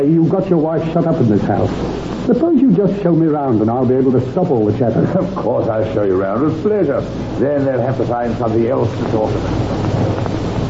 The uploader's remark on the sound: Audio seems a bit mushy, and can be difficult to hear in spots.